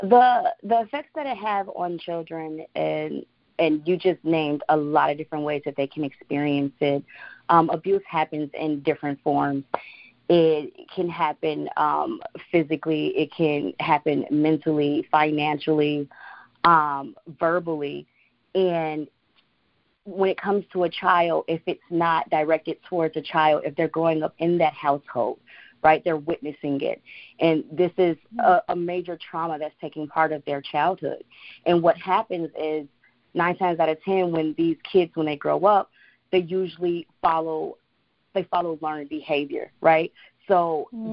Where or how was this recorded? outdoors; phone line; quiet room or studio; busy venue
phone line